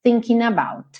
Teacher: Thinking termina com ing. O g não é pronunciado, ele pega o n e já junta no about